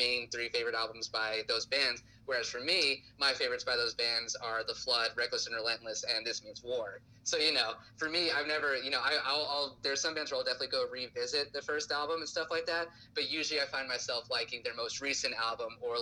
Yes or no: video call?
yes